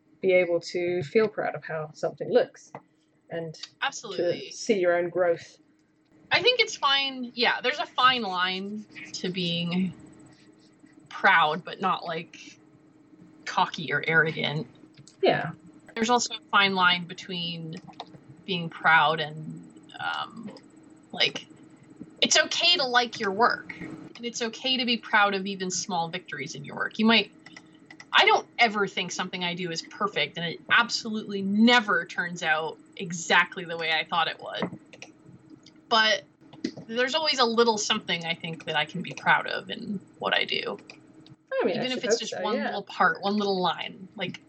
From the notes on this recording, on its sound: took to Skype for a chat